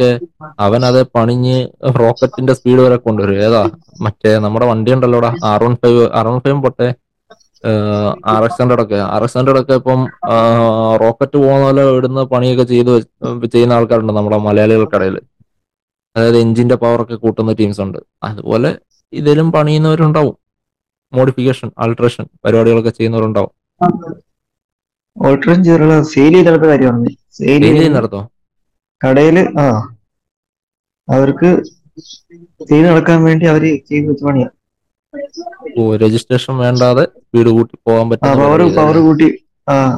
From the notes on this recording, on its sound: All three are in different places. This episode was recorded entirely online. This episode may have its flaws.